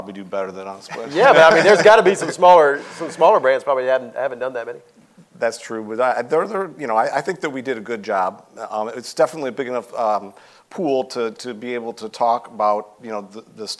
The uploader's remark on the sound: live interview at LHPH Summit 2022